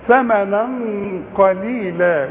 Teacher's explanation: الغنة تخينة من اجل القاف